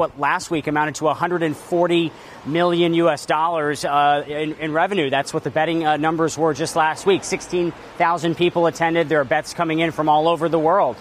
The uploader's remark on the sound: live from the New York Stock Exchange